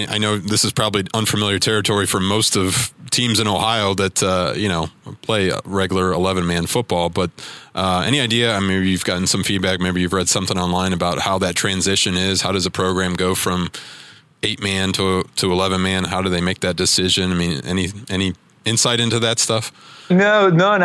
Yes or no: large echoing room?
no